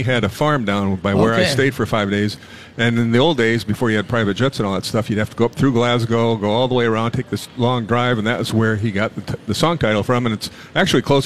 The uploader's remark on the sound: LIVE from the last 3M Championship